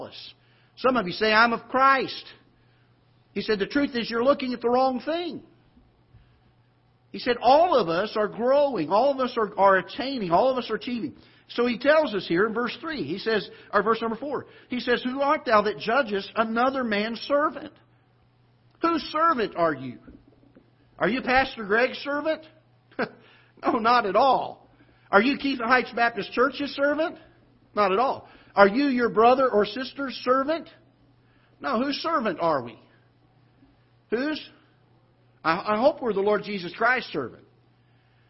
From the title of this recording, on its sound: Ketha Heights Baptist Church ~ Live Broadcast